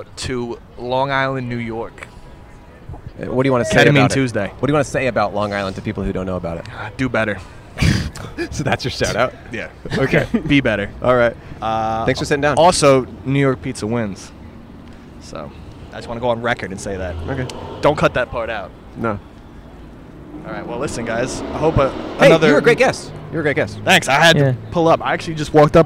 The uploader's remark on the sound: We set up at Chicago's famous shiny legume! Recorded on 9/17/21 at Cloud Gate (The Bean) in Chicago.